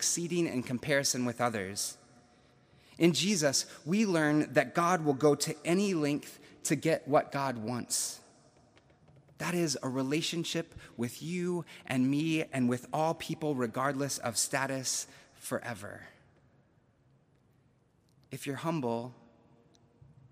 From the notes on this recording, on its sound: September 19, 2021, at Duke University Chapel